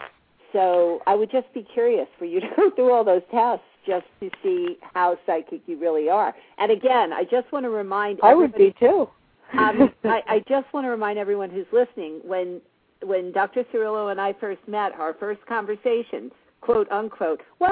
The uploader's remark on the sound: take calls LIVE on the air